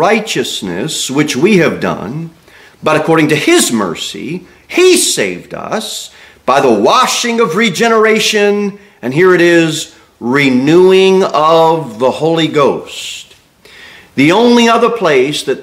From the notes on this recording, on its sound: Sermon delivered at Pilgrim Baptist Church